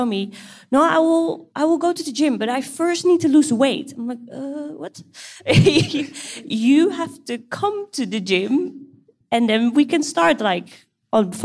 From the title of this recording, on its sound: Live From AUK! Q&A With The Students!